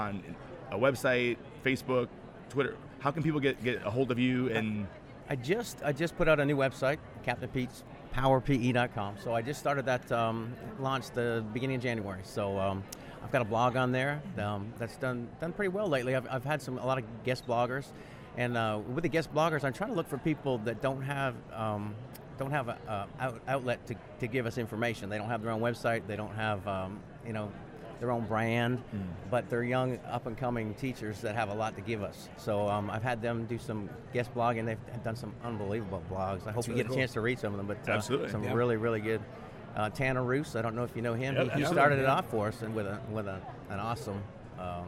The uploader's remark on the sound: Live from SHAPE Nashville Day 2!